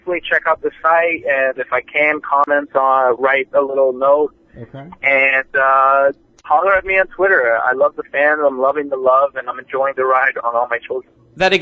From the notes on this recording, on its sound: some of the winners call